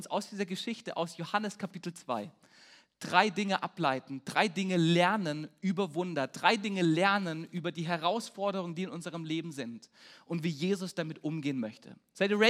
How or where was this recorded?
large echoing room